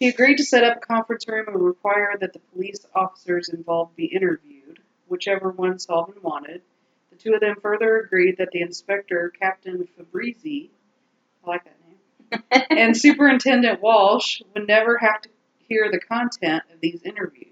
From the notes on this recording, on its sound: Audio still SUCKS! Crank up that volume.